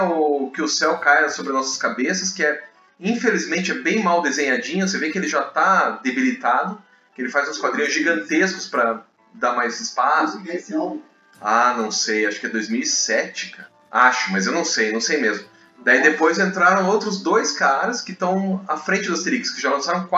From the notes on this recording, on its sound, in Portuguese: Vários problemas com o áudio, mas tentamos deixar o melhor possível...